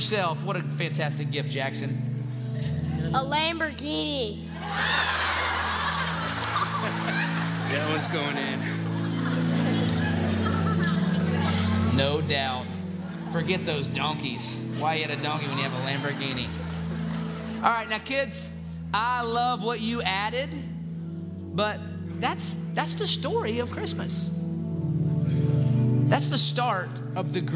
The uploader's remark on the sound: In this special LIVE episode.